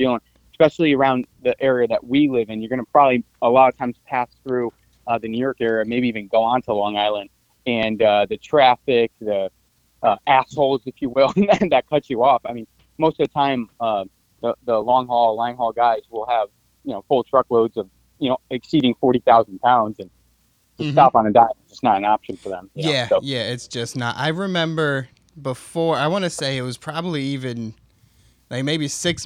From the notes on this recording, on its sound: called in and took over the show